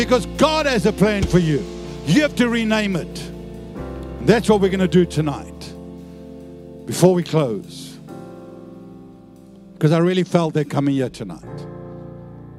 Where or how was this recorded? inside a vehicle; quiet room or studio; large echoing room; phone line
large echoing room